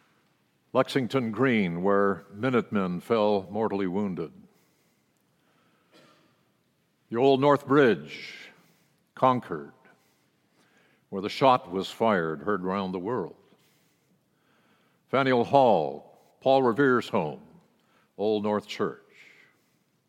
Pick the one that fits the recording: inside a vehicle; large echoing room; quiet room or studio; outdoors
large echoing room